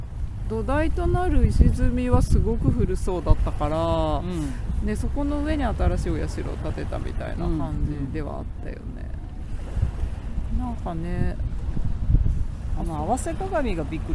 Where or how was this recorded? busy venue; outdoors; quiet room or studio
outdoors